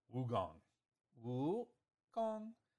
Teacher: So it's the second tone and the first tone of that, if you know Chinese.